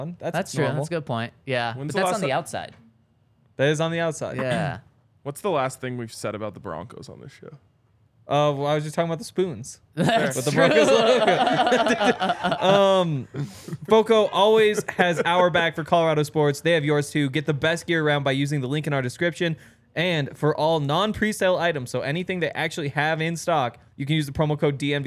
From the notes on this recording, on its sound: coming to you LIVE from the DNVR Bar